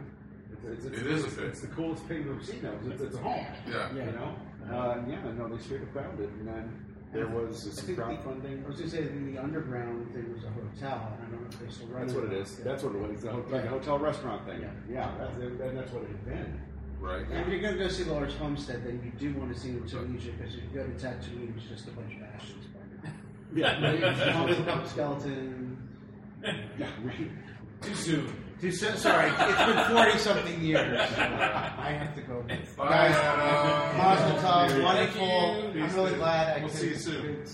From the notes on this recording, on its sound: Recorded live at Infinite Realities inTucker, GA! Whether you were there in person, joined us via FB Live, or just in spirit.